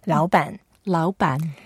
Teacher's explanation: Both are third tone, so in this case, we make the first word 老 lighter, so that may sound slightly like second tone.